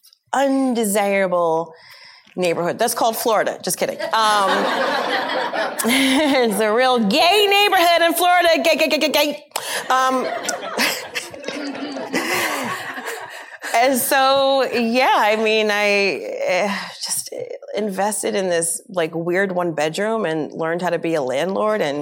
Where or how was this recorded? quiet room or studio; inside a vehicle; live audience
live audience